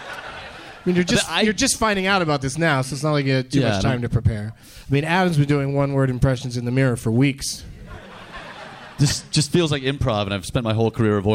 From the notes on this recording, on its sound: Live from the Helium Comedy Club in Portland.